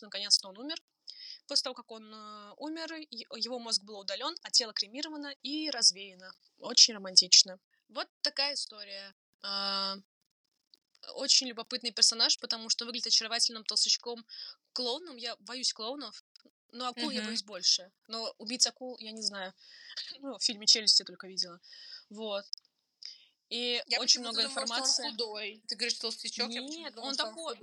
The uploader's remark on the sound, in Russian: В этот раз мы попробовали программу для записи подкаста и пребываем в ужасе от качества записи.